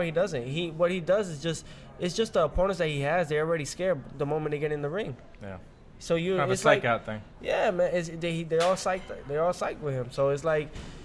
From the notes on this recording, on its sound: on location from Jack Doyle’s Restaurant and Bar